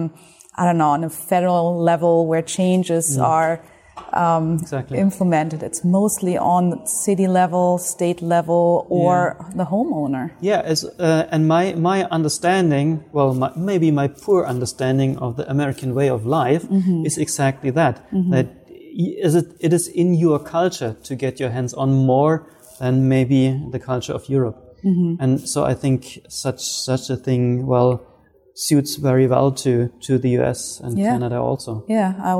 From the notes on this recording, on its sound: In this special bonus episode recorded at the 26th International Passive House Conference.